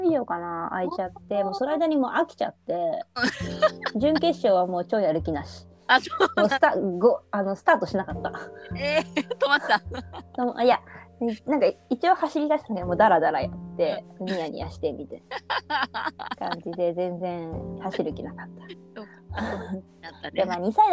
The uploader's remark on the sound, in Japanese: このラジオはリモートで収録しています。電波が悪くて会話がズレてしまう場合があります。聞きづらいかと思いますがご了承ください。